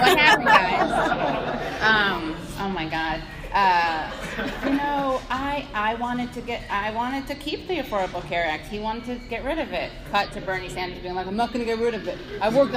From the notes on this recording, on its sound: This episode is from our live taping at The Brooklyn Commons.